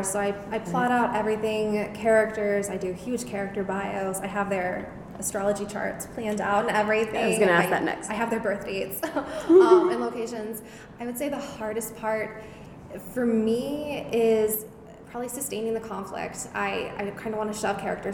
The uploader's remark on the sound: LIVE on the show floor at PLA 2020